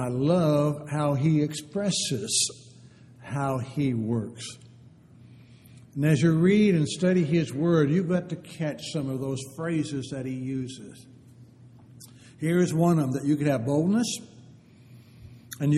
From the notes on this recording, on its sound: Downtown Church Of Christ Audio Sermon